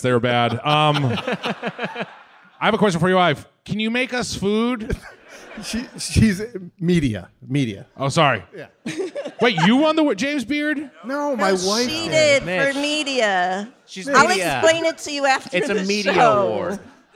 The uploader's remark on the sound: Recorded live at the 9:30 Club in Washington DC on June 8, 2023.